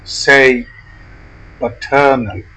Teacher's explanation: Say pa with the first vowel of about, then say turn with a stressed bird vowel, and finish with the first vowel of about to say l.